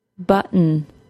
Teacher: I'm not adding any vowel between the glottal stop and the N sound, even though there is an O spelled there. · Term: syllabic N